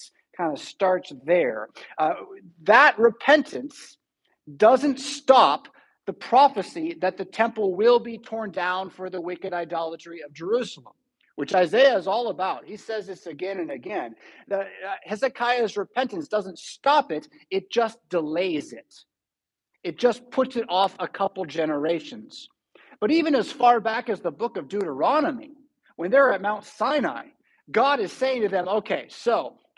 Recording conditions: large echoing room